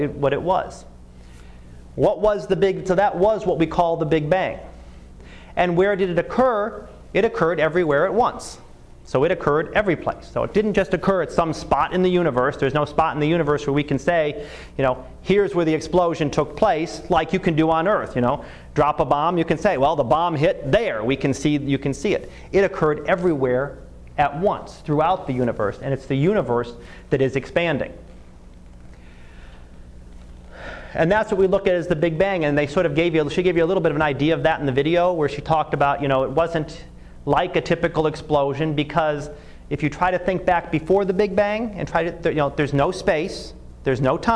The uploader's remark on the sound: Live Class Lecture.